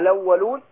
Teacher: هياخد الفتحة بتاعت الهمزة دي يحطها على اللام · Term: النقل